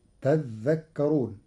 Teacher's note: قرأ ورش كلمة تذكرون بتشديد الذال، فتصير تذكرون، فأصلها تتذكرون، فأدغمت التاء في الذال بعد إبدالها ذالا.